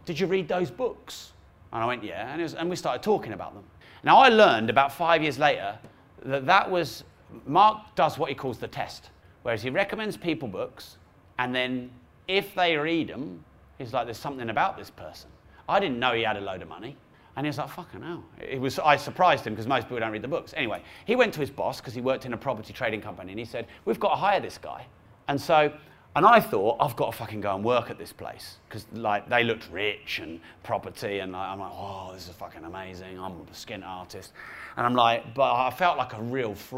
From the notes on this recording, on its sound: With insightful questions from audience members.